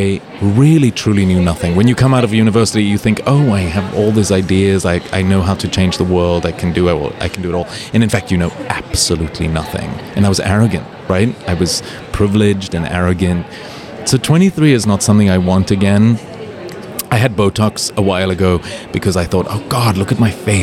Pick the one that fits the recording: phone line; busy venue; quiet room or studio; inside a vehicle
busy venue